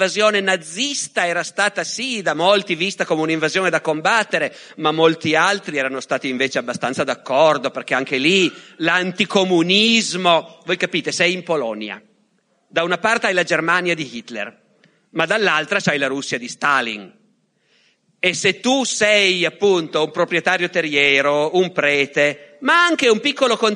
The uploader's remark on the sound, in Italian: Da LOGOS, il festival del CSOA eXSnia di Roma